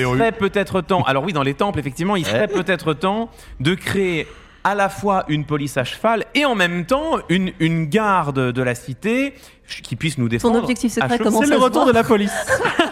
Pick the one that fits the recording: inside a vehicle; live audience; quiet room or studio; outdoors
live audience